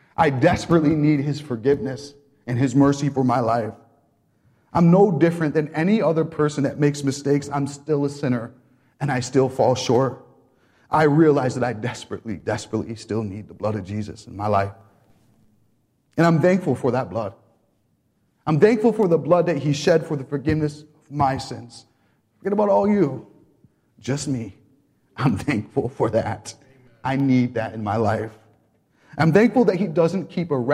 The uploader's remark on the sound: Welcome to the Lighthouse - Alabama Full Gospel Fellowship. This message was recorded live at the Lighthouse.